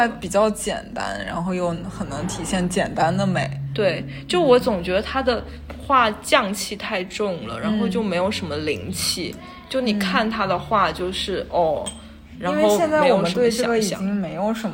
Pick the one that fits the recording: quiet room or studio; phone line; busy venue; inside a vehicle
busy venue